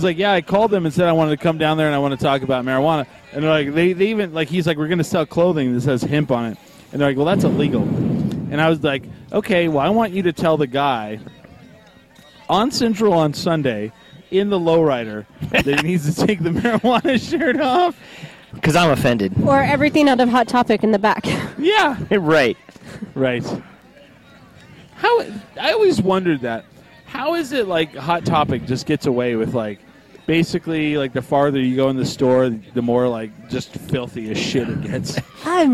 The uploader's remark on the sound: Coming at you live from Hempfest.